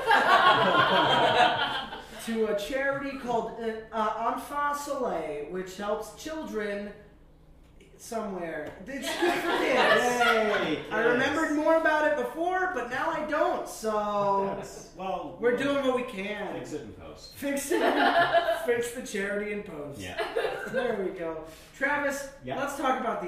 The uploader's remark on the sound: the first ever live show